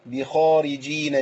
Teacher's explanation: الخاء هنا في مرتبه عاليه من التفخيم، في اعلى مراتب التفخيم الخاء